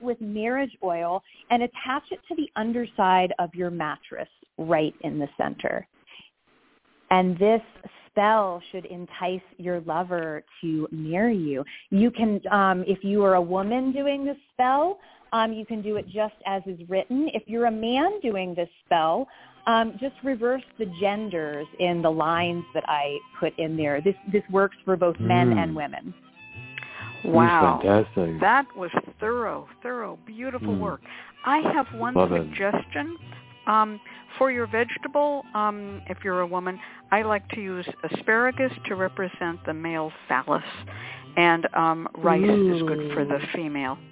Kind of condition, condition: link, phone line